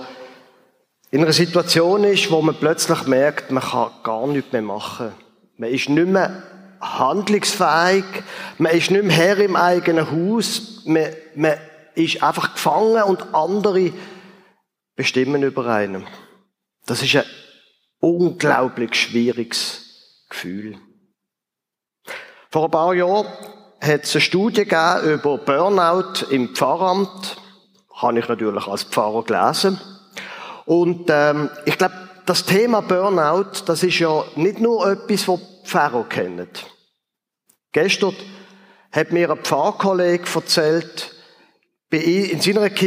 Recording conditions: large echoing room